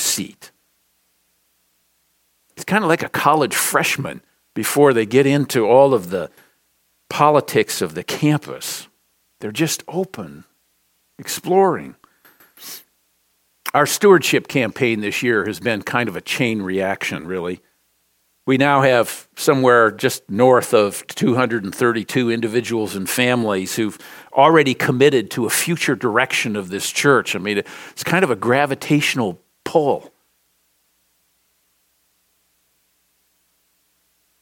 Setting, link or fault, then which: setting, large echoing room